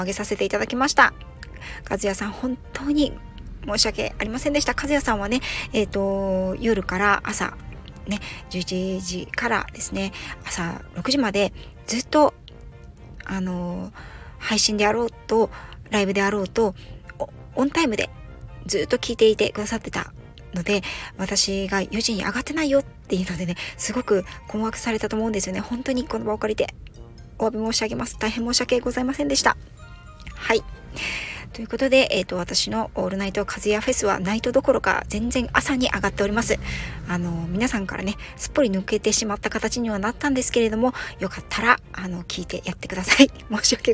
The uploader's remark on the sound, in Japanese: 訪問の仕事と仕事の合間の車の中から、 一発録りでお届けしております。